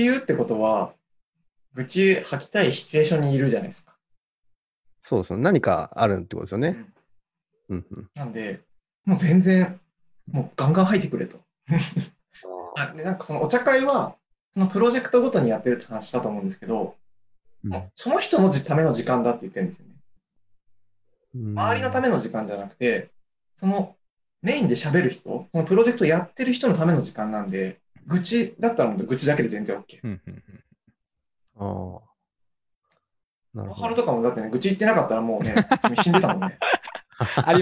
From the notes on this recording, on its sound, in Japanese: Zoomの無料アカウントの制限のため終わり